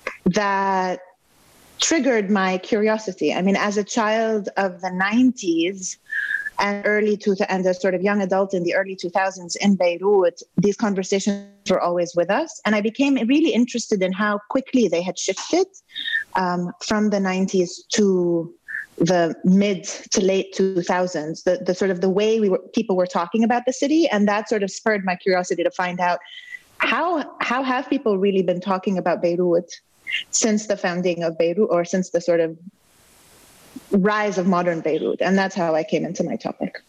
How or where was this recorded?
video call